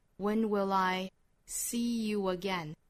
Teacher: …一定要注意这个 will 和 I 之间要连读上， will I 相当于 will 的尾音，这个舌侧音跟后面 I 的元音拼凑在一起读成 lie